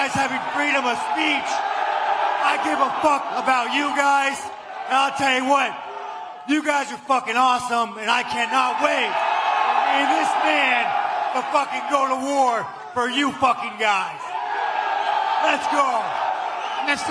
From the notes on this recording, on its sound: Pre-Fight Press Conference (AMP'd).